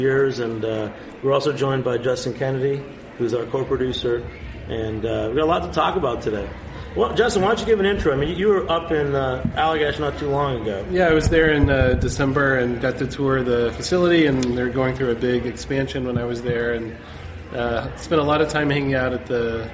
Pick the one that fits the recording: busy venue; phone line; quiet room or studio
busy venue